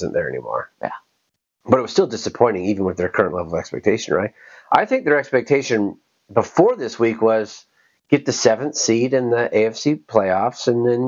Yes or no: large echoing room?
no